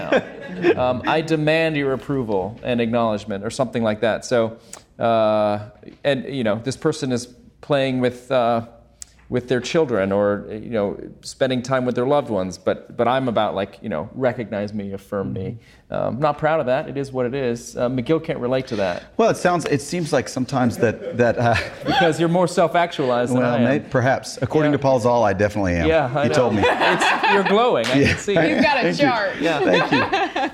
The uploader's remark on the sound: Recorded live at the 2019 Mbird Tyler Conference.